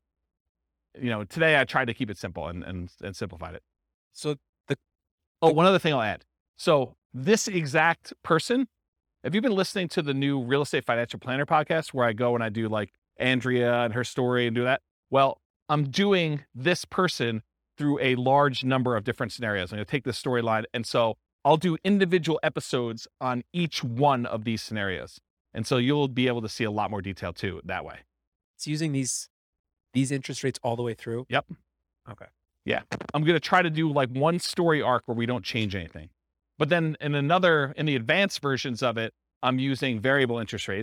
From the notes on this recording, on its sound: This was a live class recorded